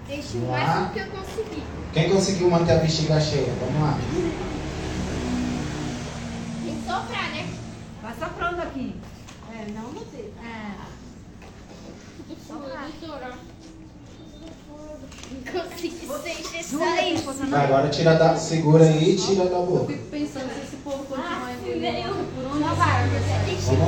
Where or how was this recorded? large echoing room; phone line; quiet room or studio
large echoing room